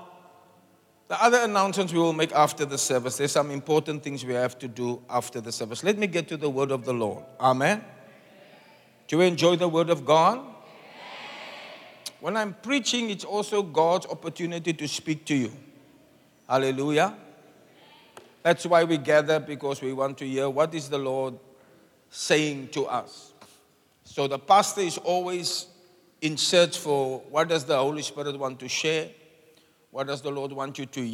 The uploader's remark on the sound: Preached at the Zion Sanctuary, Cape Town